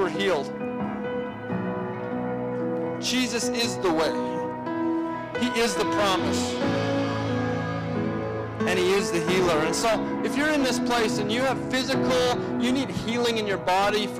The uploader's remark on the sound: shares a message on Nov 12, 2016 at Resurgence Edmonton.